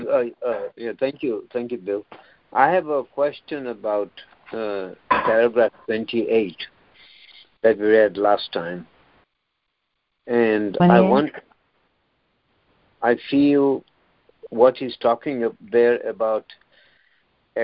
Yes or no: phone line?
yes